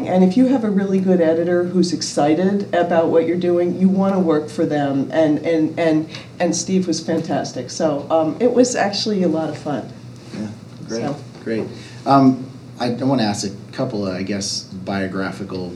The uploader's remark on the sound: In front of a live audience of students and community members at the University of Vermont.